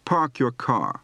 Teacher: Note that the R is very lightly pronounced.